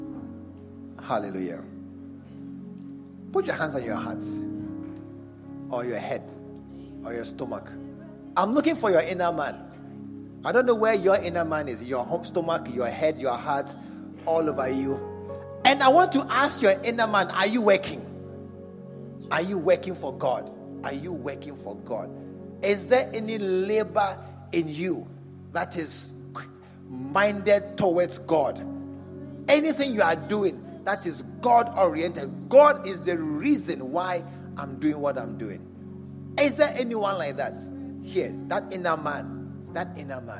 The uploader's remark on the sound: Preached at the True Vine Cathedral